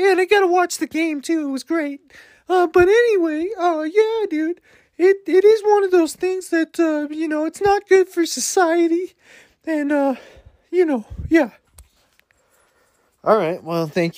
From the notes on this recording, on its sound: Driving around